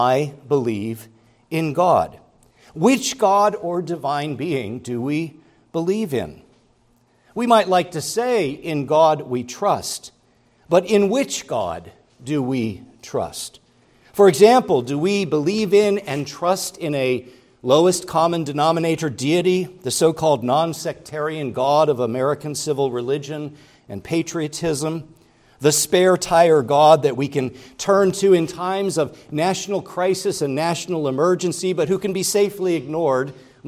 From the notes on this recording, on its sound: preached at Grace Orthodox Presbyterian Church in Sewickley, PA, during the morning Worship Service on Sunday, September 17, 2023.